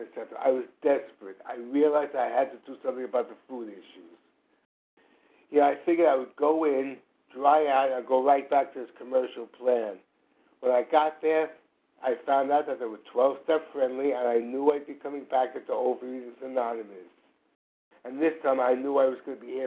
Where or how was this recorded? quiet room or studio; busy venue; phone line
phone line